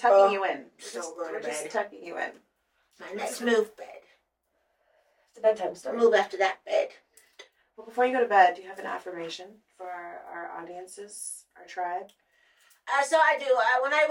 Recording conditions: poor sound quality